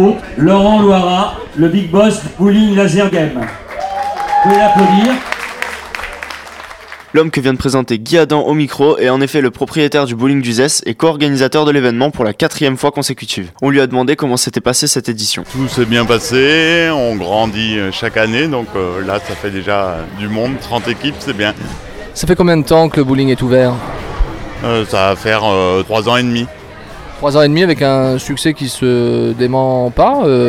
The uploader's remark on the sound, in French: Zoom Sur Uzès Open de Bowling 2018. Enregistrement pris lors de la finale le 29 Mars 2018.